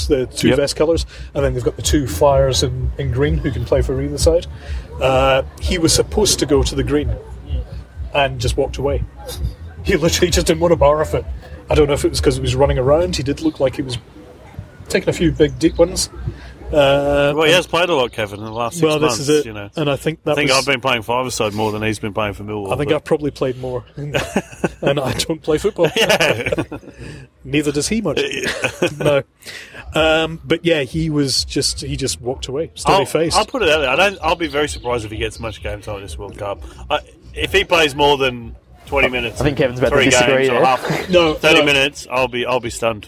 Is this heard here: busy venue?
yes